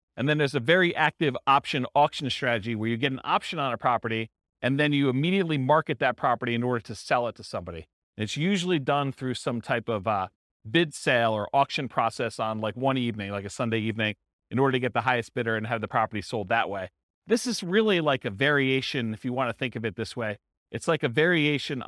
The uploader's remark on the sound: This was a live class recorded